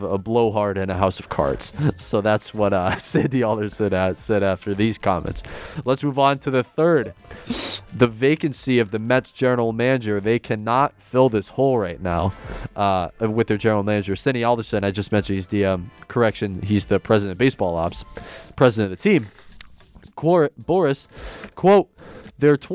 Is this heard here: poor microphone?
no